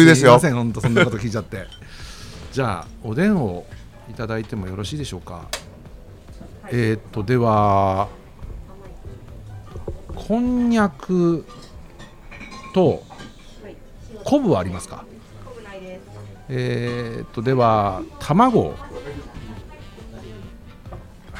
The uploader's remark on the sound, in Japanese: 今週は西荻窪の 【日本酒おばんざい梵】 さんにて収録。営業中のお店の雰囲気そのままにお届けします！